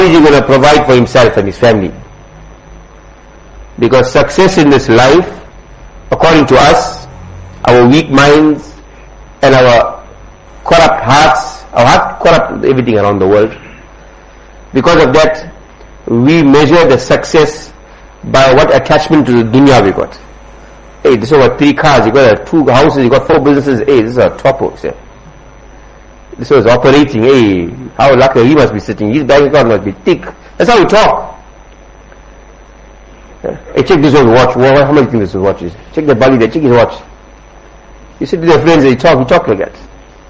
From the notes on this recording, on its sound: Jumuah lecture at Musalla Mus'ab bin Umayr